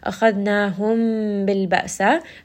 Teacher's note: we are going to kind of merge this meme within that makhraj of the ba. Bil ba'sa, lam has tawassut.